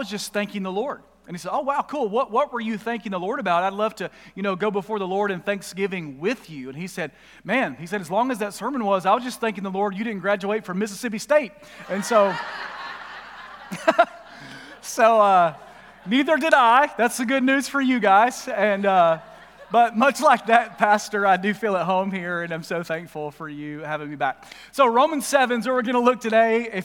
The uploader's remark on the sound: Recorded live at The Fellowship in Nashville on Sunday, July 25, 2021.